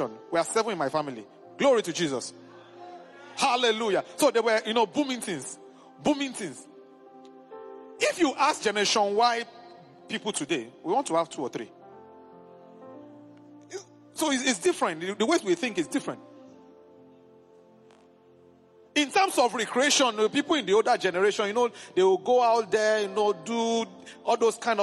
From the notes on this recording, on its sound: A live ministration at the Headquarters church